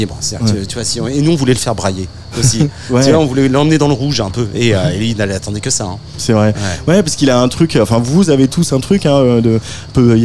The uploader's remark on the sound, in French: Pour cette dernière émission en direct de Beauregard